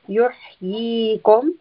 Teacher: This ya is a two count mad. So we are pulling this for two counts.